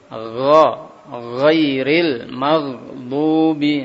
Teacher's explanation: Tekanannya agak kuat sehingga tidak keluar aliran nafasnya. · Term: huruf ghain